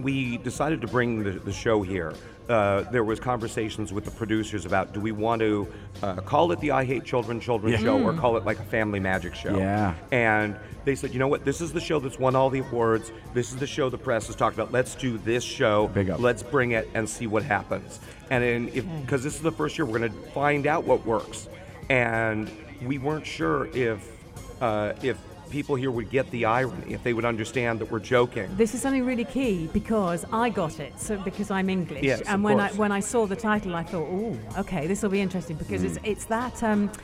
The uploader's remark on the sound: Are out and about at "Al Majaz Waterfront" broadcasting Yalla Home Live and having guests throughout their show. In the UAE.